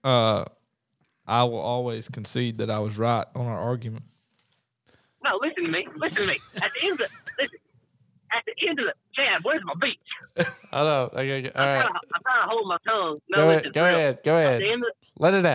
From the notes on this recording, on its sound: on the phone with us trucking cattle